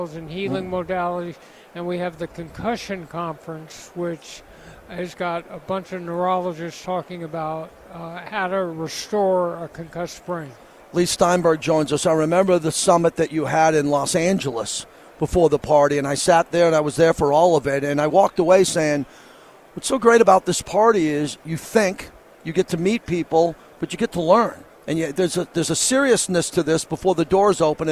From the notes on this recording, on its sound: LIVE FROM RADIO ROW